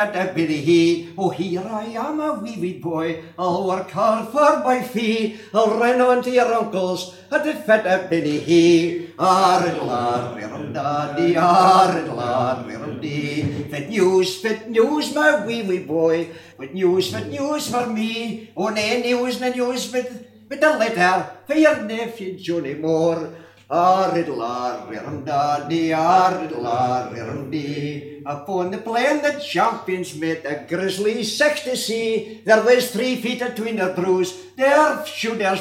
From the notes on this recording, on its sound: Recorded at FifeSing2003 - the Fife Traditional Singing Festival held in Collessie in the heart of the ancient Kingdom of Fife in Scotland.